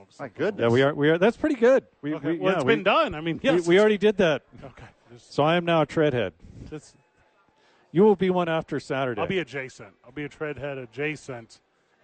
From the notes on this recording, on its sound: live from Sadies on 4th for Thursday Night Football